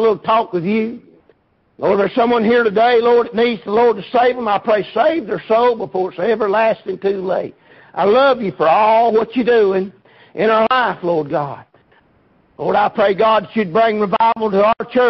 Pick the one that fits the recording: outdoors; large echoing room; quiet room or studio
large echoing room